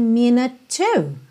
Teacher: Como minute termina com E mudo, o último som então é o da letra T, que já junta no próximo T da palavra to